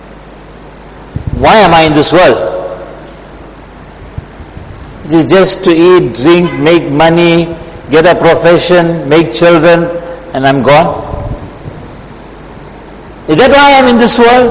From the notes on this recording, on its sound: Jumuah lecture